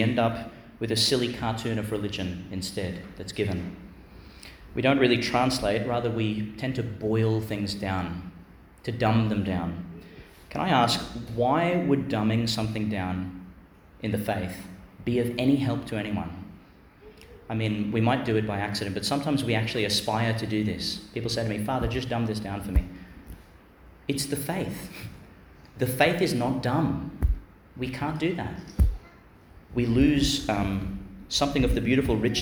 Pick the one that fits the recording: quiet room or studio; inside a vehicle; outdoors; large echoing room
large echoing room